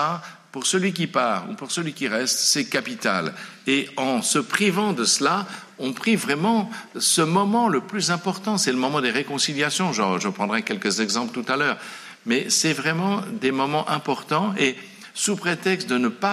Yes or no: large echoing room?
yes